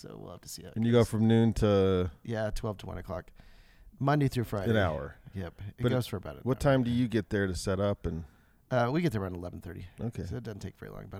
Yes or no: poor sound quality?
no